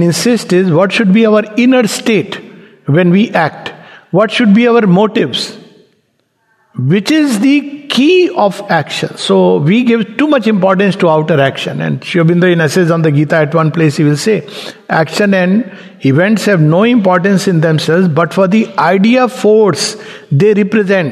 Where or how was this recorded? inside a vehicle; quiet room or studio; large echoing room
large echoing room